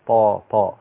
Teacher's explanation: فبيبقى اللسان منطبق لأنه هو من حروف الإطباق في سقف الحنك الأعلى، فلا بد أن يخرج يعني لا يشتبه عليه التاء، طا لا طا.